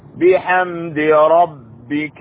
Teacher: الراء هنا رب ربك الراء فخمة لأنها مفتوحة